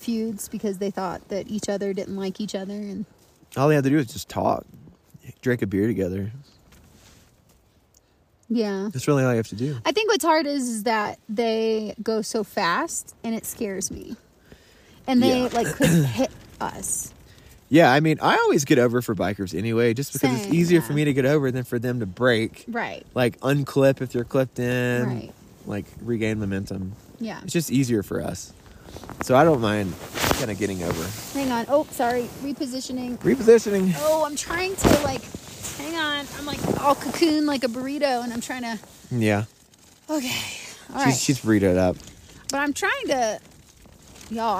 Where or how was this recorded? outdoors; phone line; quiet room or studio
outdoors